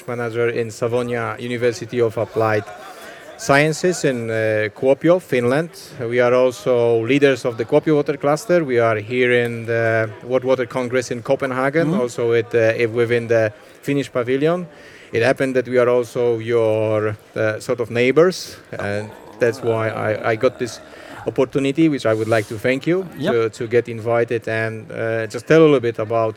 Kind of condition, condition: setting, busy venue